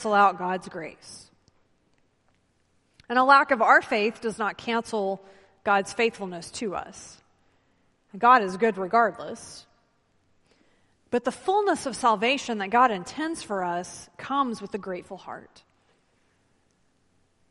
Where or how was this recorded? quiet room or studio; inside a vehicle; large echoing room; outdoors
large echoing room